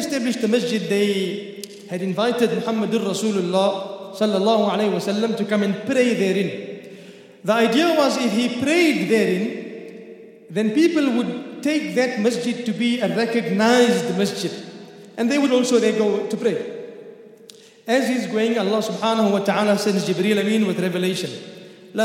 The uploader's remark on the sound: at the Houghton Masjid (West Street), Johannesburg, South Africa